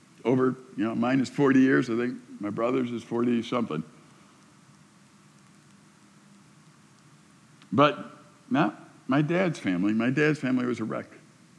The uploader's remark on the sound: A message delivered to the summer staff and volunteers at Silver Birch Ranch, June 2020